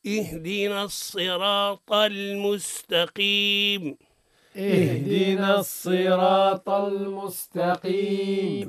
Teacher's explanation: الصواب اهدنا الصراط، والطاء مفخم ولا مش مفخم؟ مستعلي. ما نقولوش تاء